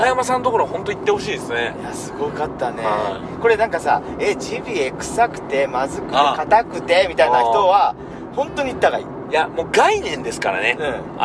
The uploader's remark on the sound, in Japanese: 今回は、福岡県岡垣町にあるジビエ料理屋べんけいで食べた後の車の帰り中です。金曜日の焚火会3人で収録です。